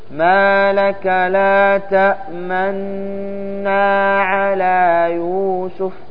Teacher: لاحظ ضم الشفتين بدون نطق الضمة، ضم الشفتين فقط · Term: إشمام